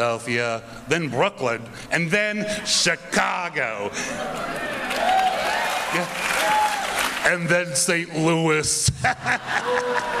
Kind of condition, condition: setting, live audience